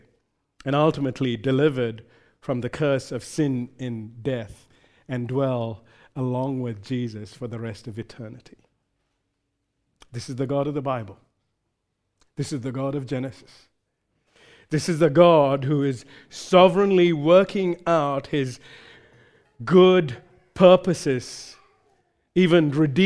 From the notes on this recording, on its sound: recorded live at Grace Community Bible Church